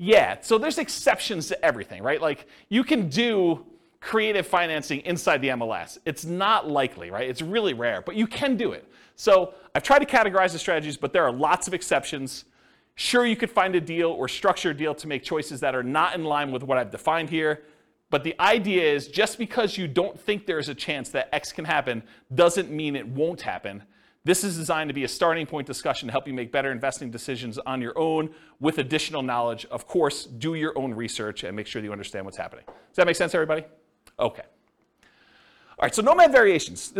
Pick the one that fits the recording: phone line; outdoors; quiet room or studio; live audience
live audience